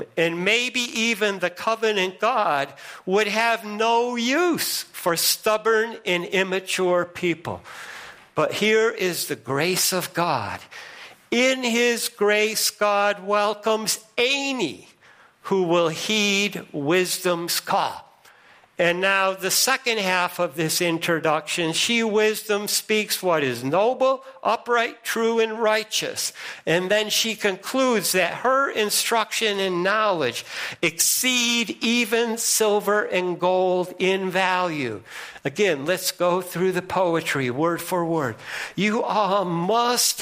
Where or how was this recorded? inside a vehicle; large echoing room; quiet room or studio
large echoing room